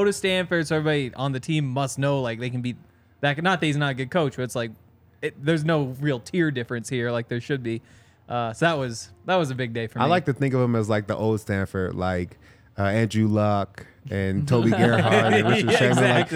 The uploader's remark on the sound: coming to you LIVE from the DNVR Bar